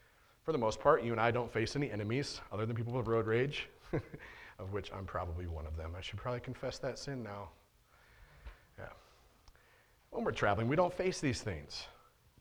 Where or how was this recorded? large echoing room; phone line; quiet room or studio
large echoing room